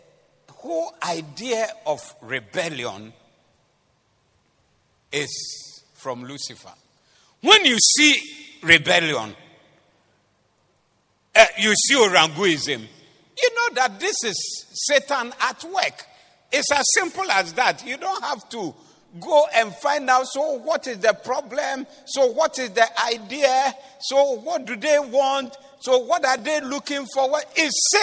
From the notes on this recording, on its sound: This was preached at the Doxa Service 07052023